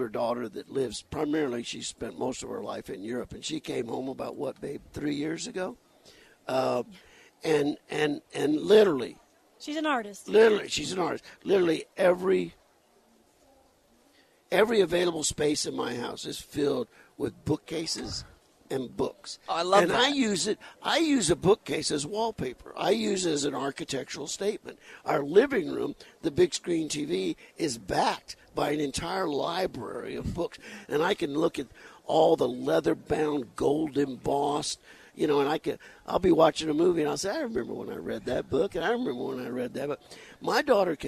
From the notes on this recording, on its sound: On location at Tucson Festival Of Books.